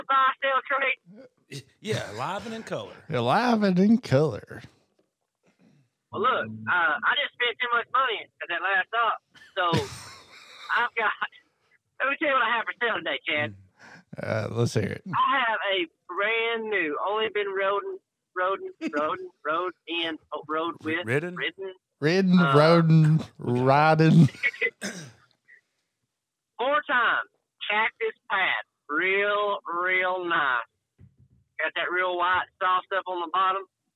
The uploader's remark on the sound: on the phone with us trucking cattle